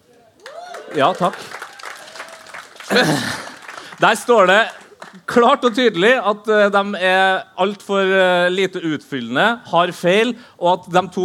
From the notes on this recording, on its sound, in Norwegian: får du æren av å være publikummer av vårt liveshow fra Slottsfjellfestivalen